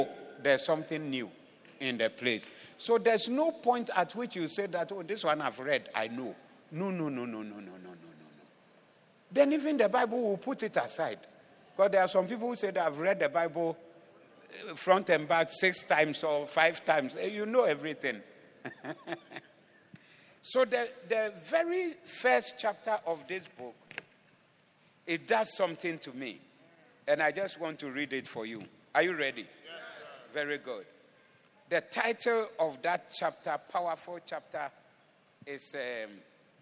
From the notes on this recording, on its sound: Preached at AOM Day 1, Evening Session